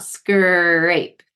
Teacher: You're going to see a real labial retracted R, like a big smile, scrape. Then if you say the affricate, you say the word, for instance, giraffe, you're going to see a very different R.